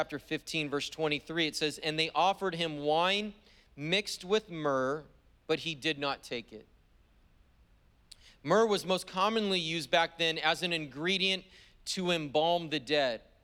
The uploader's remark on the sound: was preached on December 12th at the 10AM service